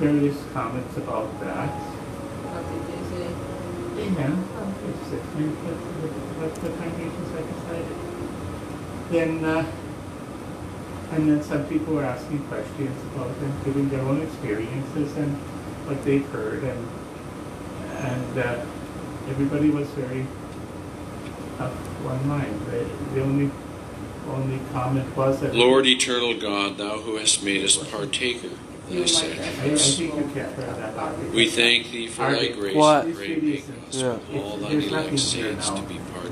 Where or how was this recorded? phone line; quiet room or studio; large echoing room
large echoing room